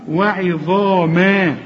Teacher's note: الظ أعلى درجات التفخيم، الحرف المفخم اللي بعده ألف